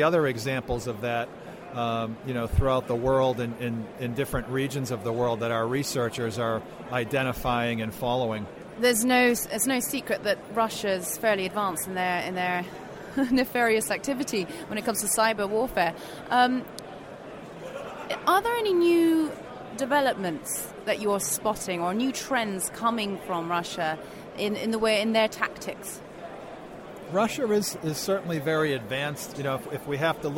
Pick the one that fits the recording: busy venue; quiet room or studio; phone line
busy venue